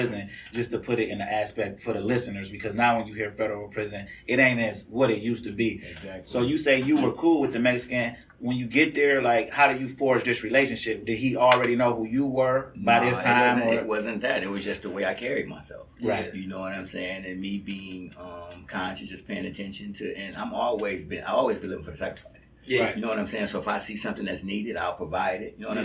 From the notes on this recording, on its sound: If your Audio sounds hollow it’s ok we had some technical difficulties